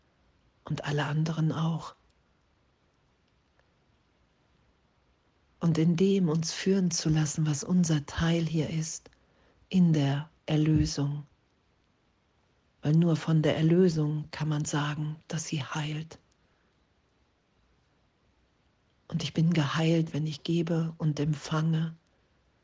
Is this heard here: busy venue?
no